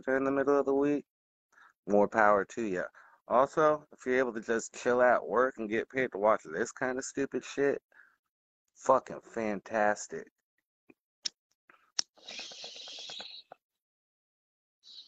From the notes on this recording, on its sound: recorded live on Discord